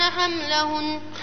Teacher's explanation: نون مشددة عندما نقف عليها نقف عليها بغنة